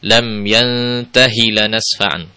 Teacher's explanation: Jadi bukan dibaca yantahi lanasfa'an, bukan, tapi lam yantahi lanasfa'an, dengan satu harokat saja, jangan sampai kita panjangkan